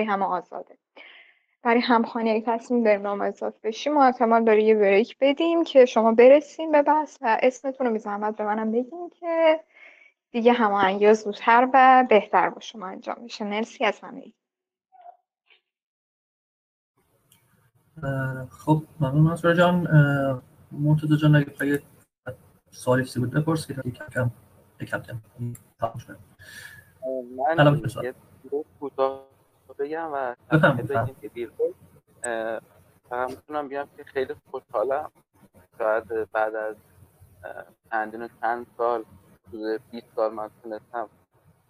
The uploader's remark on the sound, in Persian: این فایل محتوی جلسه آنلاین صوتی ضبط شده همراهان وبگاه آردا.